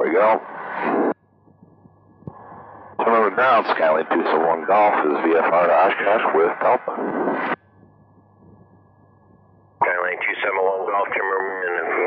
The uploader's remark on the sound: Back to a cockpit audio episode this week. This is an Oshkosh arrival.